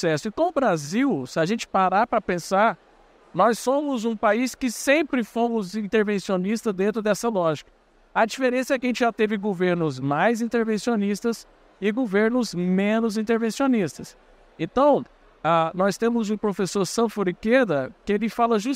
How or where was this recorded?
busy venue